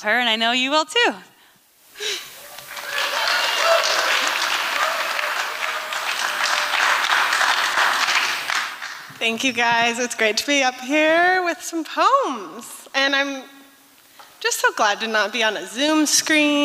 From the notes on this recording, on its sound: These performances were recorded at the Liberty Theatre on Friday, February 24th, 2023.